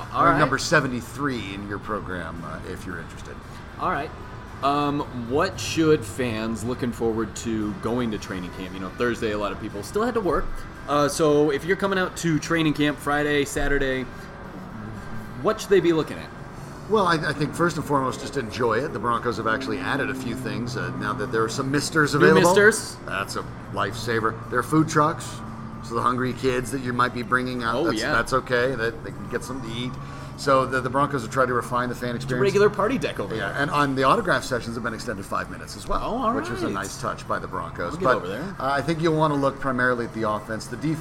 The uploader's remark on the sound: Recorded live at FanDraught in Parker, Colorado.